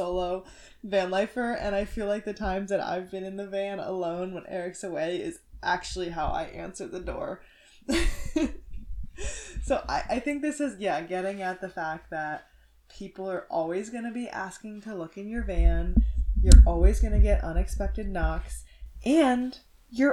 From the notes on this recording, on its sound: Stick with us on the crumby audio, we ordered a new mic!